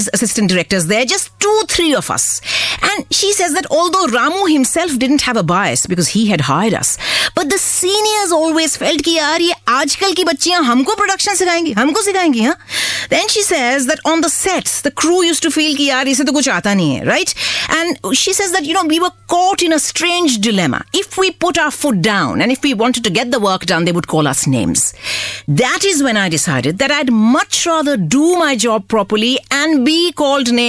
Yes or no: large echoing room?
no